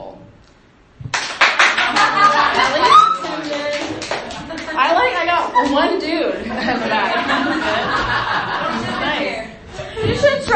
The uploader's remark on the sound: Just thought I’d share a fun little open mic recording I stumbled across on my phone.